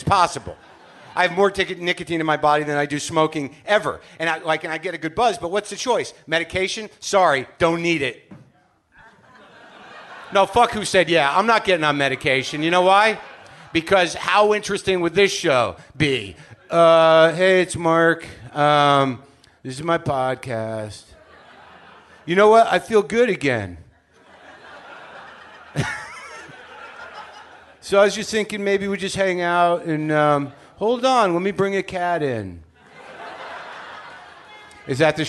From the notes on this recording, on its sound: Live from Brooklyn, NY